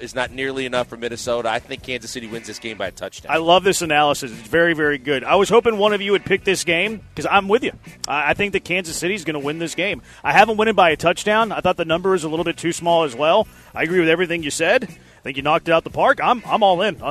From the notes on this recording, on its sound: Live from East River 9